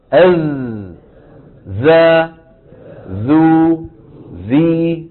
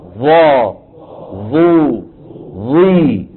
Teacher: فالظاء فيها استعلاء لأقصى اللسان وفيها إيه؟ تضيق لسان المزمار يرجع إلى الوراء فيتضيق الحلق، بخلاف الزال والثاء · Shown in: second take